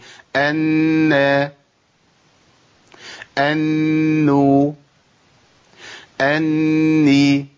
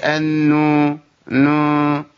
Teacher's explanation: انو، ما اقولش انو نو، لان الحركه ما فيهاش غنه، الغنه في النون. اول ما اخرج من النون واخش على الحركه خلاص ما فيش عندي غنه · Shown in: first take